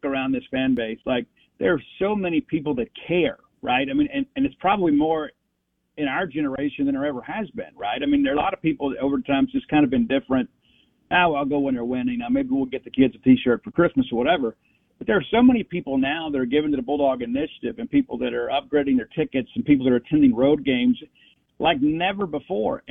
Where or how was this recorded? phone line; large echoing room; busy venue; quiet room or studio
phone line